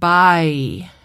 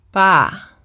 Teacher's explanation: the word bye is typically produced ba, and bye-bye subsequently is produced ba-ba · Term: diphthongs